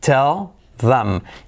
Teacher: La H y la TH, al unir palabras, nos la podemos saltar